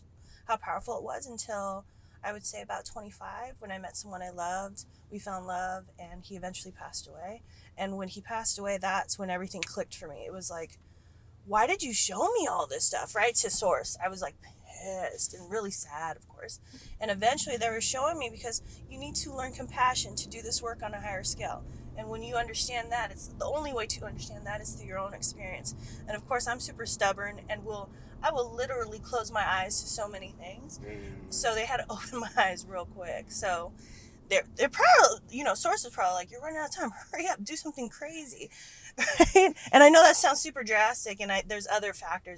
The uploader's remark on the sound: joins me in the car